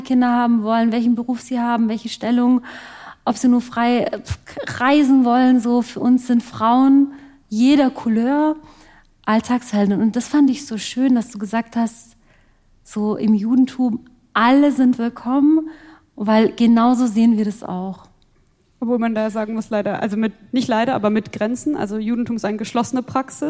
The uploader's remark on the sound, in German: Live in Stuttgart. Interreligiösen Frauenmahl und Studientag in Stuttgart live spontan diskutiert. Hier haben wir den Podcast live aufgezeichnet.